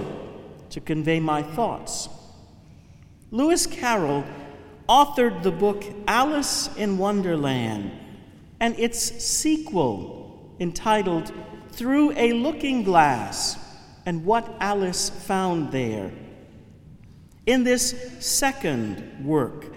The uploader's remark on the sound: Homily from the Chrism Mass 2019. Cathedral of St.